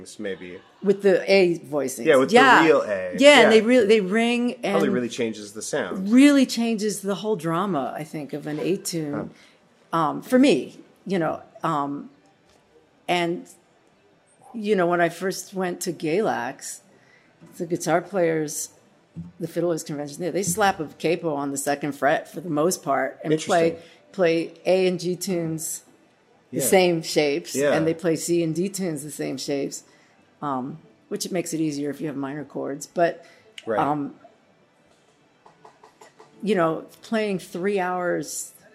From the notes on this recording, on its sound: We recorded this at Clifftop!